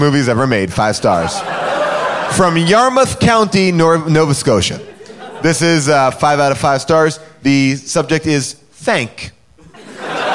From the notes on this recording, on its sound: Mr. Nanny: LIVE! Recorded LIVE at Largo in Los Angeles.